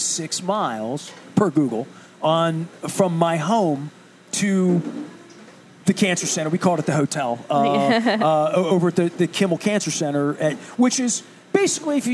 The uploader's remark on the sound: at Faidley's Seafood in Lexington Market